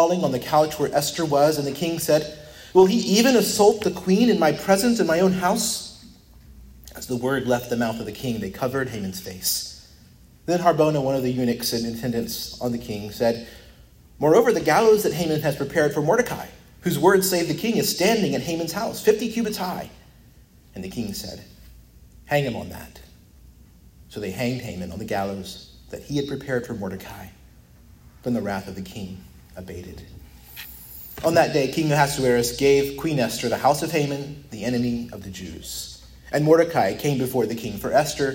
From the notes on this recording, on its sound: preached at Christ Our Savior Baptist Church